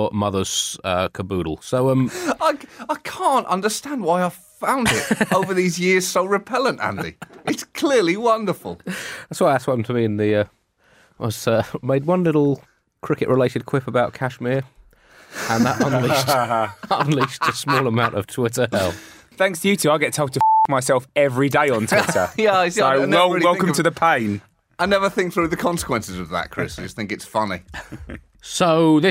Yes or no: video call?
no